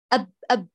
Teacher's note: الشفتان حصل بينهما قرع، نقول هذه الغرفة الصوتية للباء اللي عند الشفتان